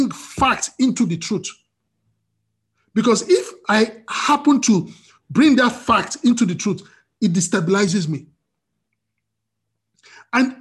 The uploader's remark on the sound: We are on Zoom now. Starting Today, Princeton FTLW Church will be having our Sunday services on Zoom.